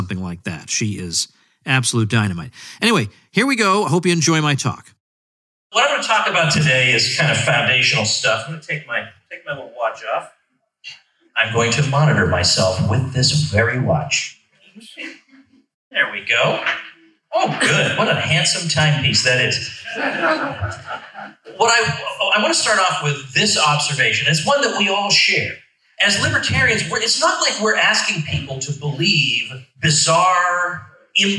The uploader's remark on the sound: In this keynote address to the state convention of the Libertarian Party of Florida.